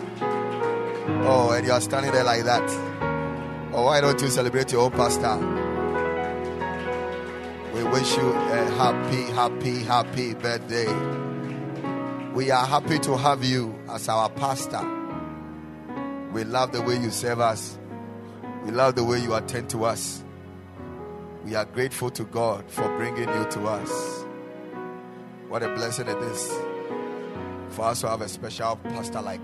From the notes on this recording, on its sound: Preached at the Ekklesia Chapel